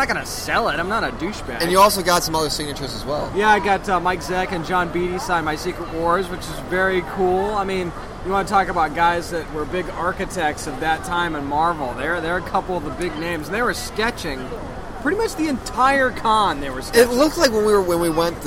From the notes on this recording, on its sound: Tidewater Comicon 2016 Live Show. Tidewater Comicon 2016 is in the books and we were there to cover it all live! Hear us talk to con-goers.